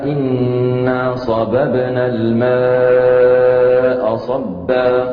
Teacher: مخرج الباء غير مخرج عن البي في الفرنسية، فالباء من بين الشفتين بانطباقهما